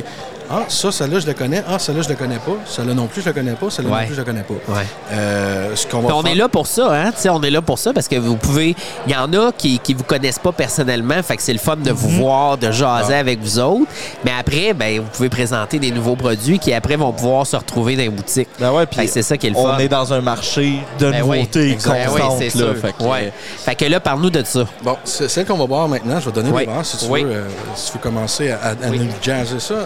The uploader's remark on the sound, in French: Congrès Tite Frette 2023 - Salon Fournisseurs. Avec des microbrasseries en directe de notre salon fournisseurs annuel à Granby.